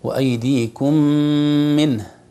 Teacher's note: ميم ساكنة بعدها ميم متحركة يسمونها إدغام متماثلين صغيرة